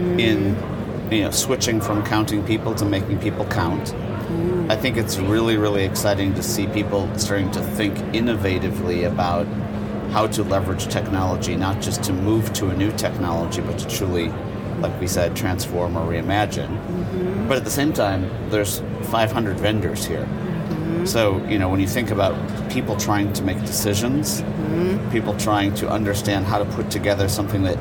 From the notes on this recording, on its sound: Studio on the road (again) to the 2023 HR Technology Conference & Exposition. HR Tech 2023.